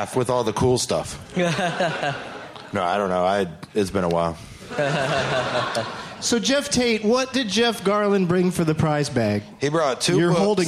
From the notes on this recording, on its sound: Live from the Traverse City Film Festival